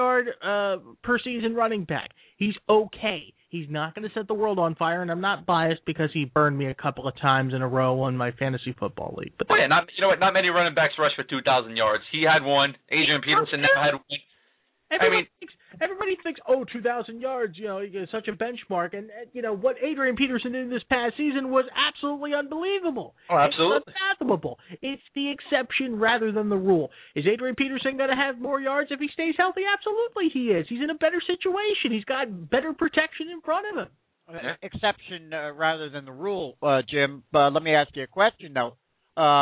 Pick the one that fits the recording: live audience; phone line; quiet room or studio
phone line